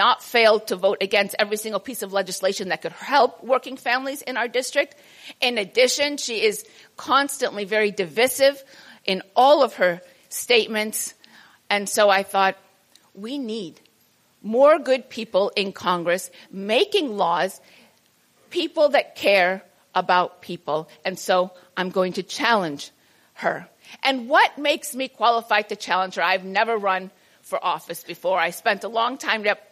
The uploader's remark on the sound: a presentation made at the 2022 Transcending the Israel lobby at Home & Abroad conference held on March 4 at the National Press Club